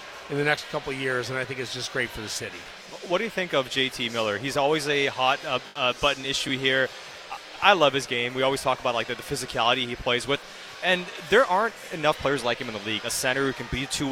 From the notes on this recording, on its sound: Live from the Canucks Autism Network Pro-Am Draft. Joined tableside by many guests.